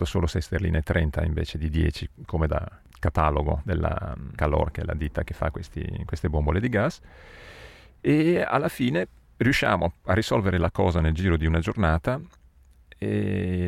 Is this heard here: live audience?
no